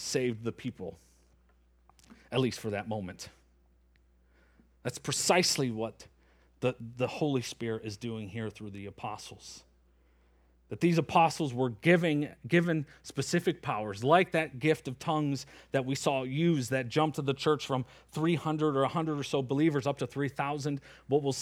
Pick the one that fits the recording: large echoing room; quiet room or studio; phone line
large echoing room